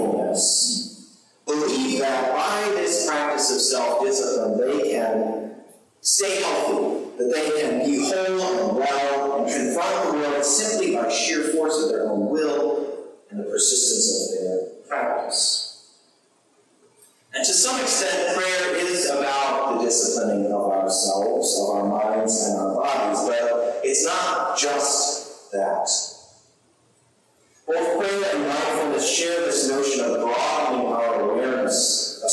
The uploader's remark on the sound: Sermon recorded on Sunday, January 22, 2023. We had technical difficulty with our livestream, and so the sound quality is not as good as usual this week, unfortunately!